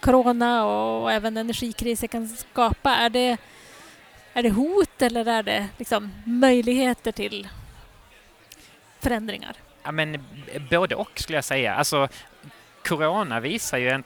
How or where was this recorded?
live audience